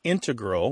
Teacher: you mainly hear integral with the stress on the first syllable among mathematicians and specialists